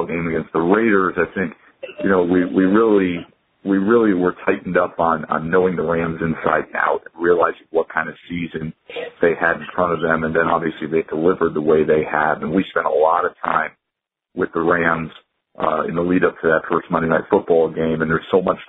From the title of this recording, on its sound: MNF Conference Call